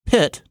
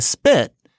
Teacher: If I say spit, then even though I'm talking about spit, it's actually a different kind of pee. I'm more likely to get my hand a little wet if I say pit and put my hand in front of my mouth than if I say spit. Really, it's a difference between puh and puh, puh and puh.